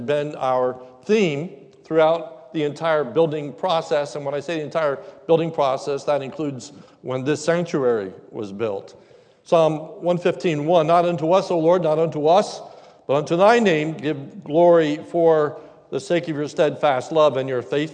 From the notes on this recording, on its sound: This is the message that was preached during our New Building Dedication Service on 10/24/2021 during our morning service.